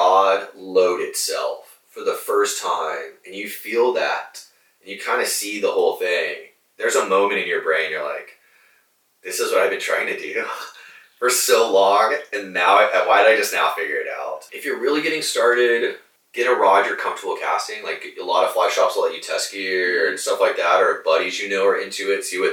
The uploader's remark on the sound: I lost the audio files to this podcast and had to use the audio from camera microphones.